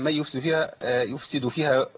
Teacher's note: من يفسد فيها عندنا ده ادغام والادغام لابد فيه من الغنه